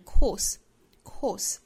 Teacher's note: 最后的 course 尾音呢是一个轻辅音的 s 的发音